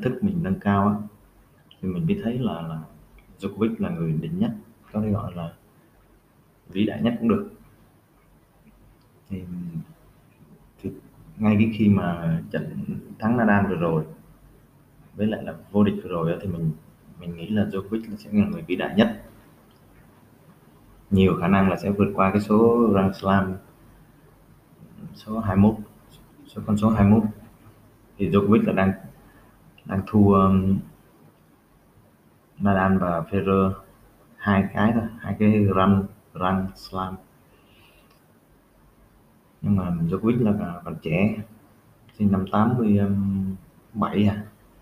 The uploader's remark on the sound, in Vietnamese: Đây là tập podcast chưa chỉnh sửa, cắt ghép; thu qua microphone bằng máy HP của mình.